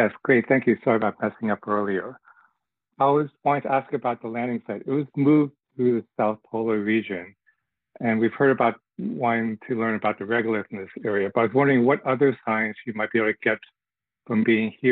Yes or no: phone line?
yes